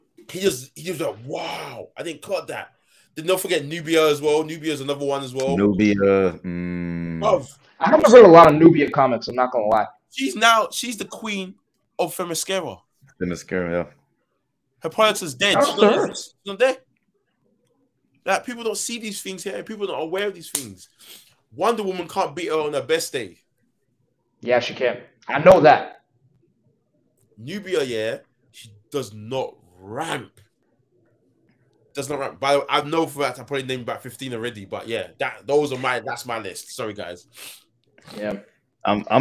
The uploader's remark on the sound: audio issues